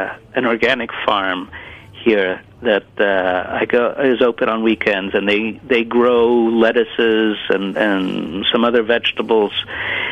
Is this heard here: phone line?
yes